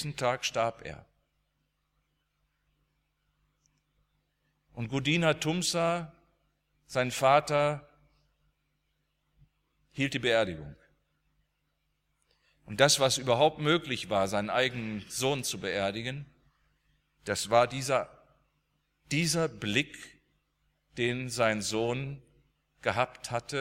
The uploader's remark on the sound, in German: aus dem Gottesdienst der Liebenzeller Mission